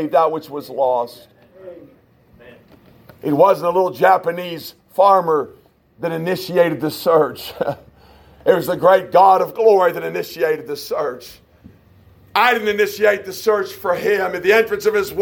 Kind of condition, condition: setting, large echoing room